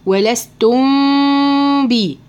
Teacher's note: في هنا بقى حكم اللي هو ايه، اخفاء شفهي، ميم ساكنة ولستم ميم ساكنة وراها باء متحركة، هخفي الميم خلاص مش هتخرج من مخرجها خروج صريح